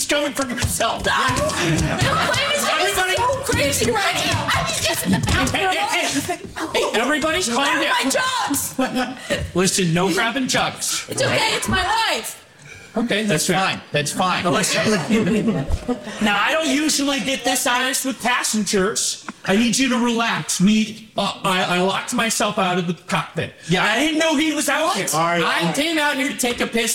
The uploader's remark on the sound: LIVE FROM THE WESTSIDE COMEDY THEATER. I am plugging away on making these live shows the best quality possible.